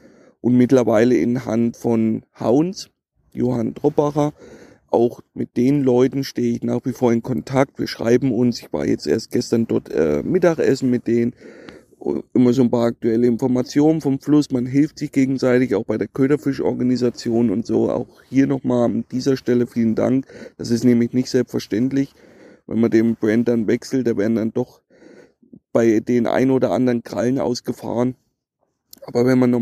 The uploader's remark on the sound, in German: Live vom Grande Fiume Po. Werde ich nun regelmäßig live vom Wasser über meine aktuellen Touren berichten.